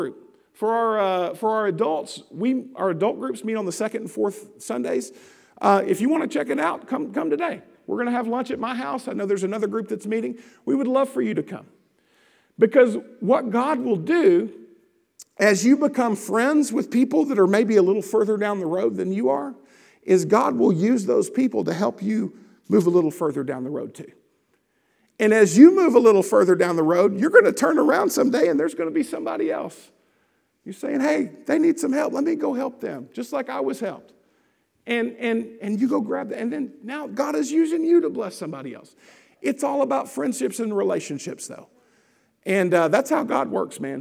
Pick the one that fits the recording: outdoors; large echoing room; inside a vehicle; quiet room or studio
large echoing room